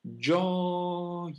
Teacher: La seconda è velocissima, è una consonante. This J glide is considered a consonant in Italian because it's between two vowels. The sound is very short.